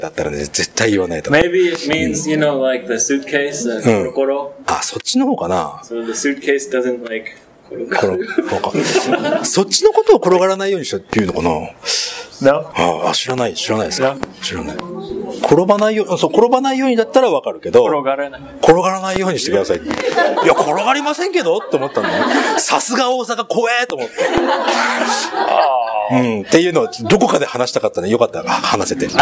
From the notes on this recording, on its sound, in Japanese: Live from Osaka!今回のエピソードは大阪オフ会会場で録音したものです。マイクの調子が非常に悪く、「パチパチ音」が酷いのですが。